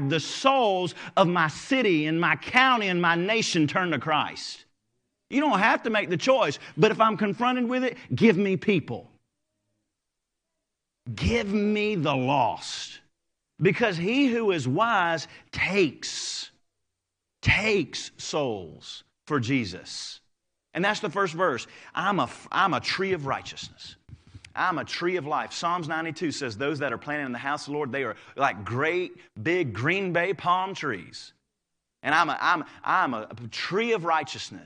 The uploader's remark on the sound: Live Service.